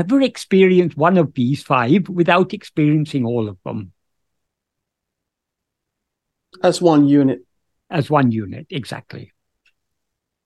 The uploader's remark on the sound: In a Zoom meeting.